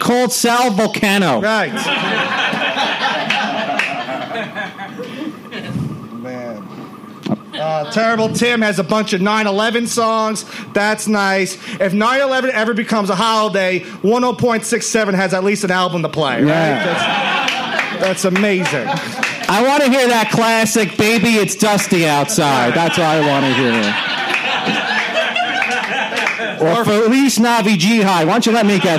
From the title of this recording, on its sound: Live Show